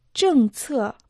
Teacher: «Чэн» – четвертый тон, «цэ» – четвертый тон.